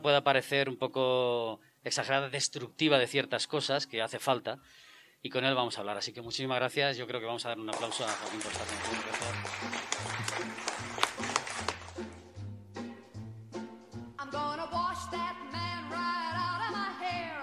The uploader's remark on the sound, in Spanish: Desde el Forum de la Fnac de Valencia, damos forma a una experiencia Radiovisual. Interactuando con el ´publico asistente.